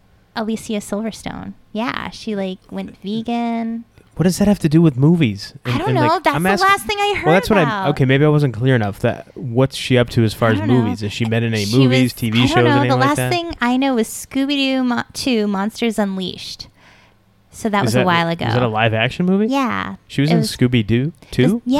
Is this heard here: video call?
no